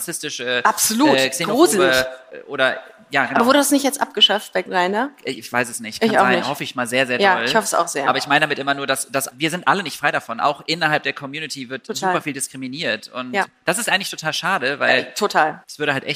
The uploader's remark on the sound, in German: Der Ton in dieser Folge klingt anders.